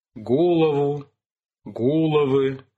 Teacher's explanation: Голову, головы, где никакого переноса ударения не происходило, поэтому исконный циркумфлекс в качестве рефлекса имеет ударение на первом слоге полногласного сочетания